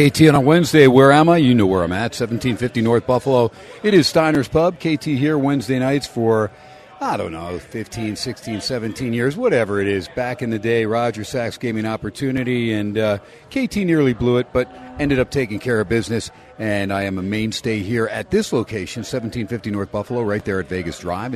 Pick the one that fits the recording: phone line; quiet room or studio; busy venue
busy venue